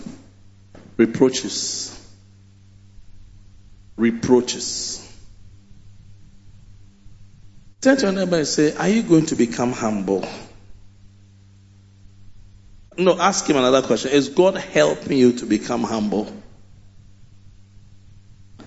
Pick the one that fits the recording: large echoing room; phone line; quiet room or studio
large echoing room